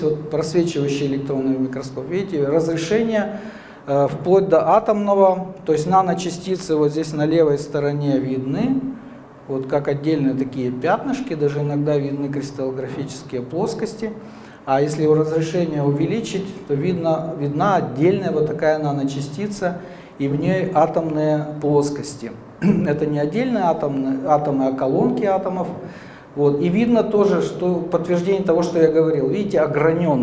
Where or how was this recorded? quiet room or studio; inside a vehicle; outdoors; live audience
live audience